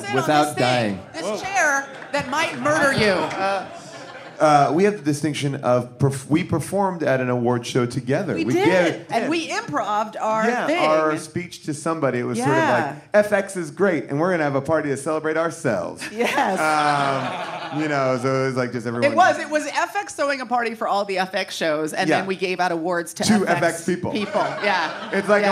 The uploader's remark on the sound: taped this past Sunday at the Los Angeles Podcast Festival